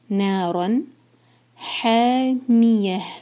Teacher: تصلا نارن، را ہیوی اور رن یہاں اظہار کریں گے، تنوین کے بعد ہا ہے حروف حلقی تو کلیئر پڑھیں گے. نارن حامیہ، ایک ایک حروف کلیئر اور آخر میں ہا کی آواز جو ہے کلیئر آئے.